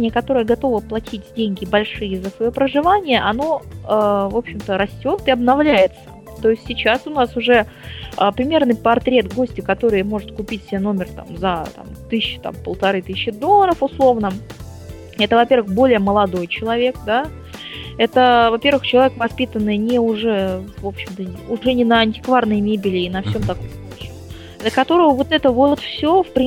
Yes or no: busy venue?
no